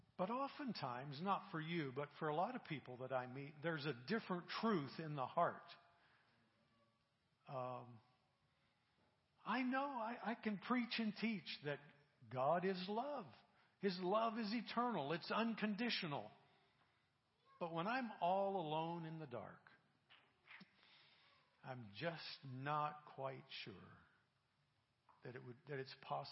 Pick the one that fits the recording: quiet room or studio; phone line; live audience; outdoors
live audience